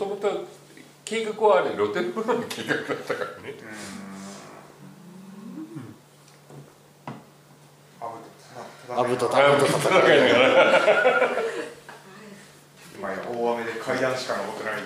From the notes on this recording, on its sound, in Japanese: 観客3名をお迎えしてしゃべっております